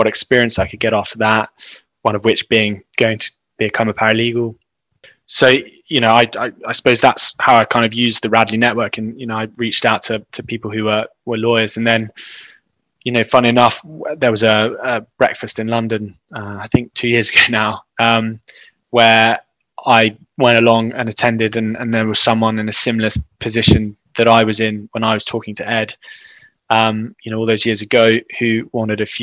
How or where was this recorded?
video call